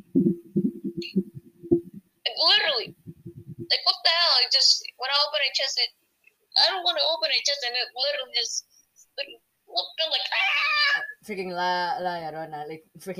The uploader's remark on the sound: Sorry for the weird crackling.